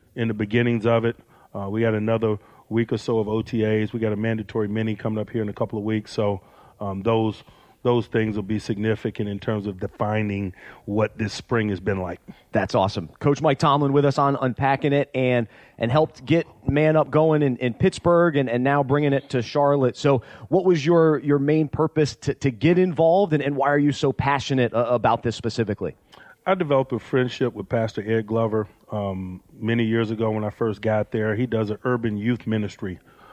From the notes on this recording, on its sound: Joined us backstage at this year's event in Charlotte.